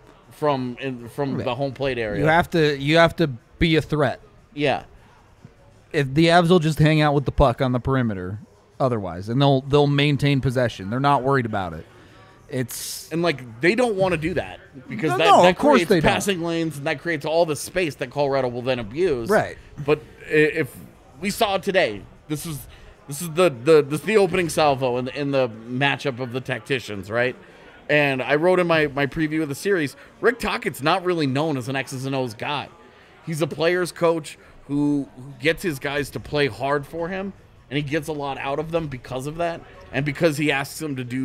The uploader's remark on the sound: a live post-game show from the DNVR Bar